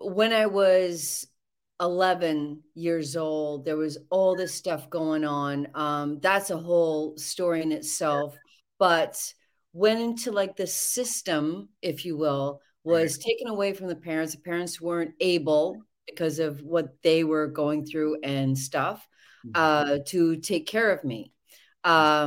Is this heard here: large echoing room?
no